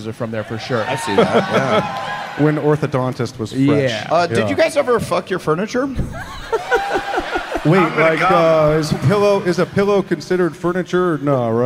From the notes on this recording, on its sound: Live From Cleveland!